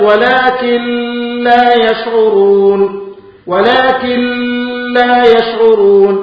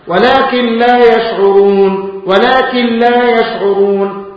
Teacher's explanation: تنطقها إدغاما بغير غنة وبغير أن تقف عليها · Shown in: second take